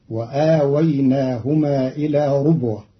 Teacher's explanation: قرأ قالون كلمة ربوة بضم الراء